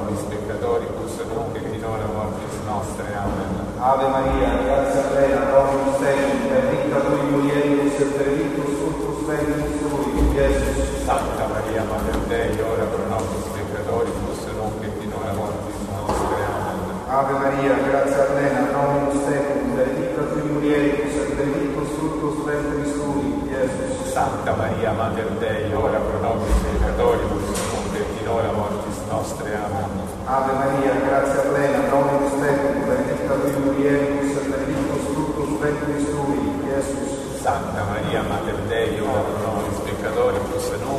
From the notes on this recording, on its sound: This is what it sounds like in this Roman church. This was originally called Santa Maria in Catarina.